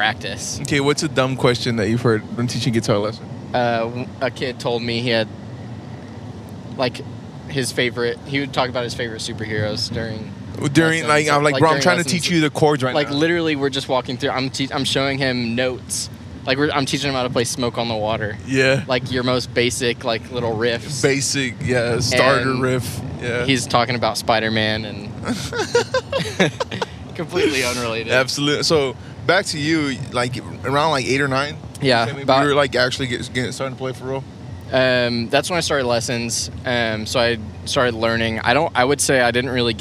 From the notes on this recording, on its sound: Don't podcast and drive. In this special audio only; “carpool karaoke” - esque episode. Travel to a music gig.